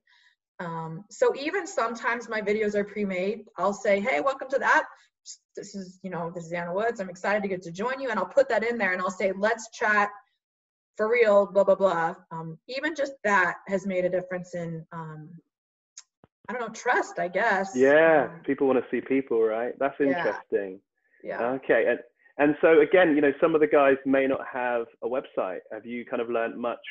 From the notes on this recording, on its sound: via Zoom so please excuse the audio quality